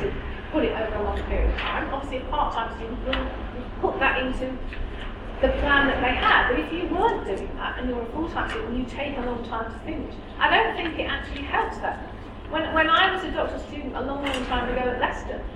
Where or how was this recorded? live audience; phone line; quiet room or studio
live audience